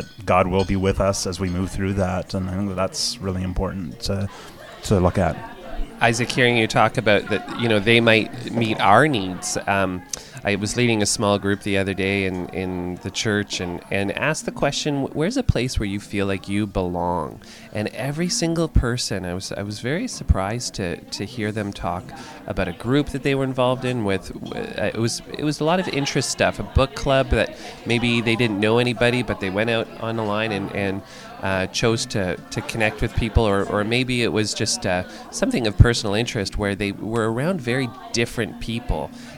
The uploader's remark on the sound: This week's episode was recorded live at the Early Bird Diner in London, Ontario.